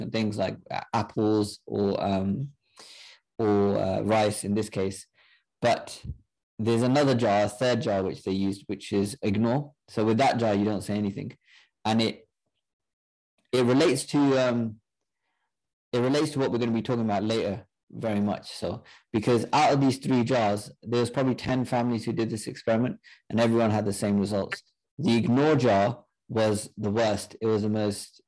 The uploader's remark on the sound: A recording from a zoom call with Westminster University UK Sikh Society.